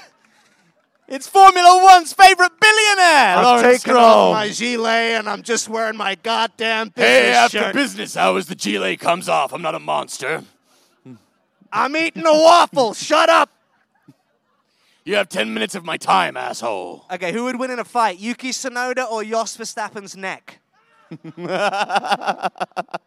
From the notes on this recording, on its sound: Live From The Silverstone Grand Prix. Record live from the track in front of an audience.